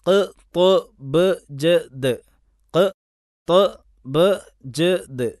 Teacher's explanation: ശബ്ദത്തിൻ്റെ ഒരു മുഴക്കം ഉണ്ടാകണം, അപ്പോഴാണ് കൽക്കലത്തുണ്ടാകുന്നത്. കൽക്കലത്ത് എന്നുള്ളത് ഒരു സിഫത്താണ്, മഹ്റജല്ല.